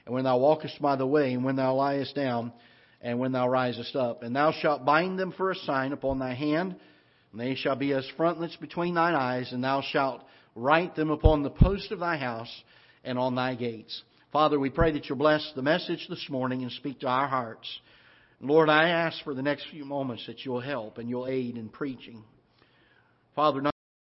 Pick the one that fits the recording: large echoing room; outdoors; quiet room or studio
large echoing room